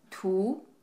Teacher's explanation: second tone, start lower and rising